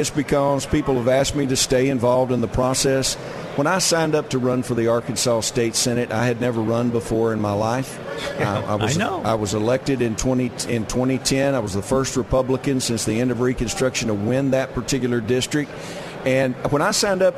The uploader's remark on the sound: live from Republican Signing Day on February 22, 2022